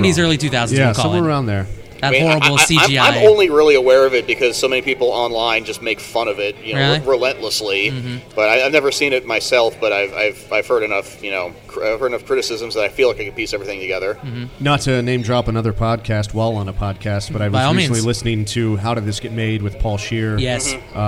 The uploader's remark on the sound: The Castwave Studios Holiday Special 2016. Live at Dublin Roasters.